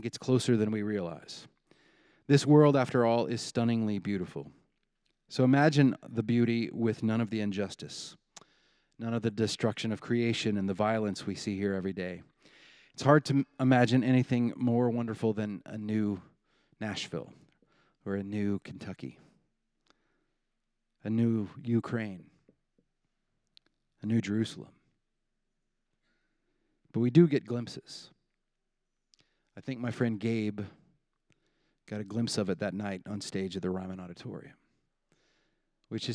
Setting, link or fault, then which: setting, large echoing room